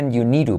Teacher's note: esta D de need se convierte en R suave. You need to se convierte en you need to, porque la T de to también es una R suave.